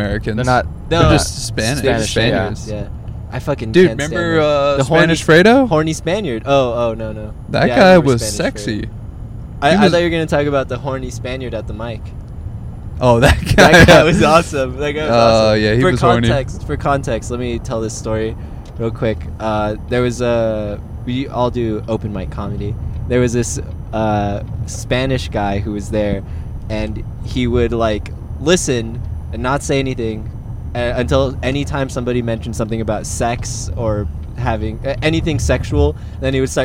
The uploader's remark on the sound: We were risking our lives to record this while driving 123 miles per hour.